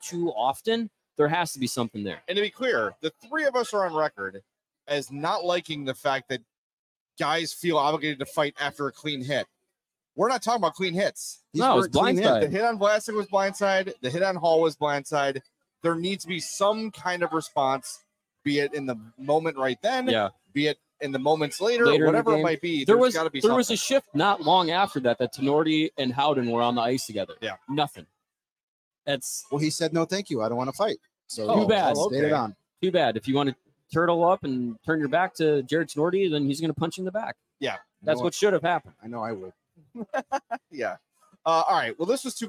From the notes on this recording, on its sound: LIVE from Legends Grill and Bar in Mokena. CHGO Blackhawks LIVE Postgame Podcast from Legends Grill and Bar in Mokena!